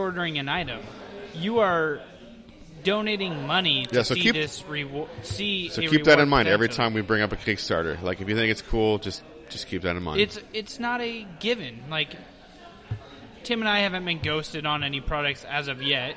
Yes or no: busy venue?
yes